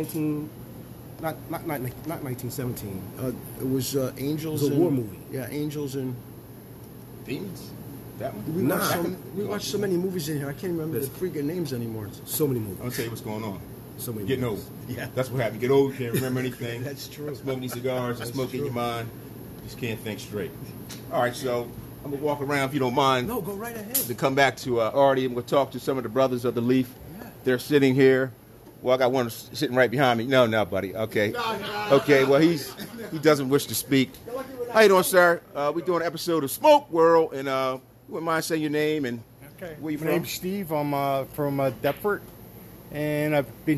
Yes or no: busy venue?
yes